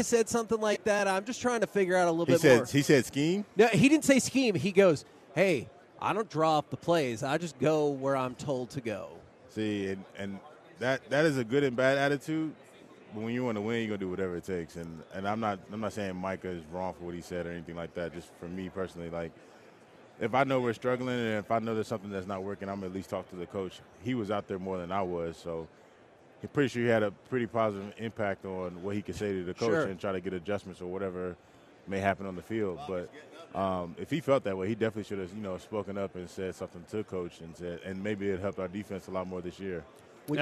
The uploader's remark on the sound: LIVE from Radio Row in Las Vegas!